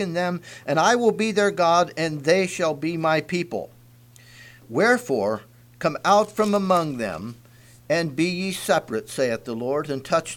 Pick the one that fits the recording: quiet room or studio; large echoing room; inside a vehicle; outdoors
large echoing room